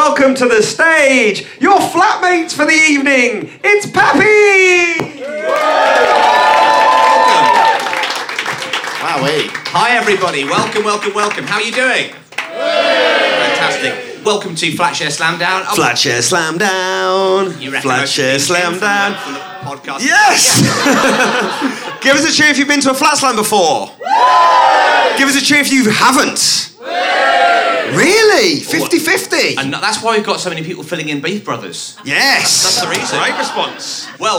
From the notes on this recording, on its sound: Here's another special episode culled from the best chunks of live gig introductions which preceded the Flatshare Slamdown recordings of the last series.